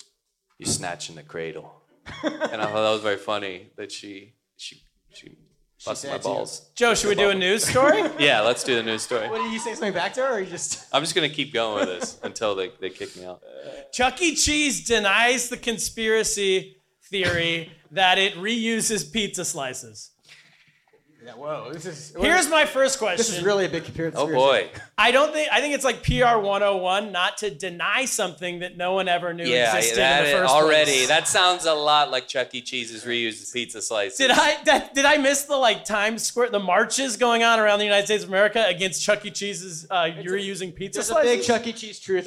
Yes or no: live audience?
yes